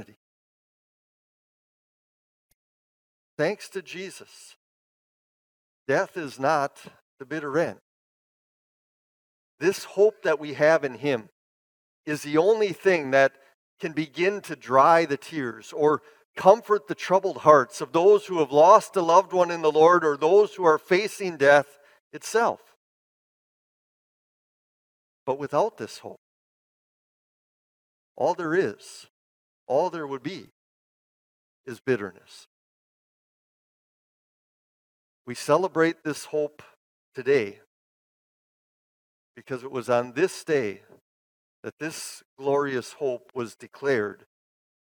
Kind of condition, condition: setting, large echoing room